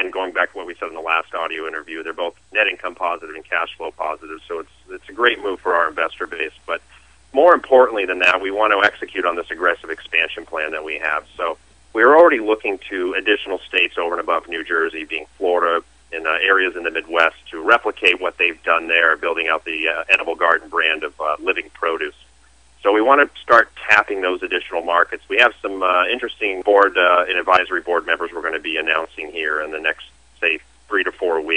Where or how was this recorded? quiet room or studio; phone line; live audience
phone line